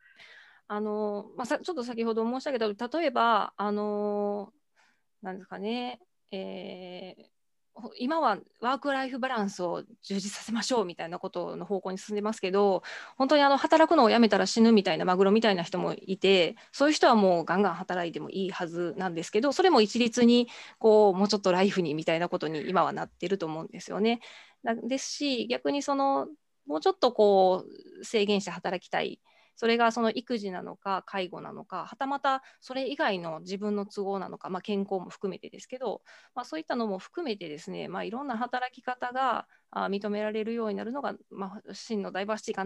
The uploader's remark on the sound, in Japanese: 収録場所： オンライン (Zoom)。